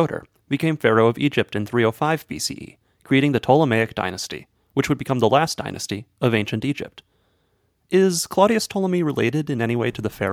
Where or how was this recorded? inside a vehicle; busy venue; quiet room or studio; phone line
quiet room or studio